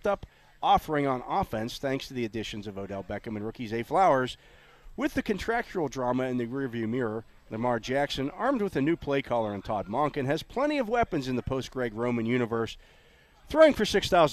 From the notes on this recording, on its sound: The Drive live from OTAs. Are live from Steelers OTA's to wrap up week 2 of practices.